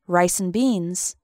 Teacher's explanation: The last three words of that sentence are rice and beans, but the word and sounds like n, rice and beans.